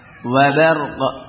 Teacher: Pada ketika di waqaf ini akan lebih berat lagi karena depannya adalah qaf yang memiliki sifat tafkhim dengan sifat isti'la'nya, isti'la'nya dan juga qalqalah yang wusta, ya, yang tengah-tengah karena di waqaf.